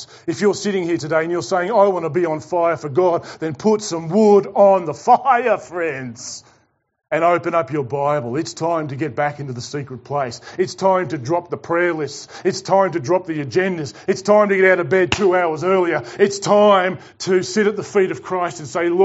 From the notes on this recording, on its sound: preached to The Rock Christian Church on Sunday 17 October 2021